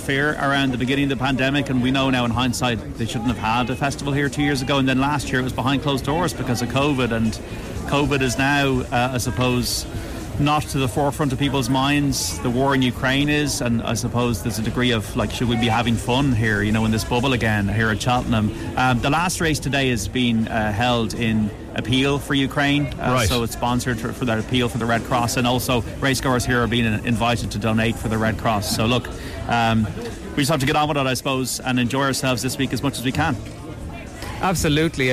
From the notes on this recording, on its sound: live from Cheltenham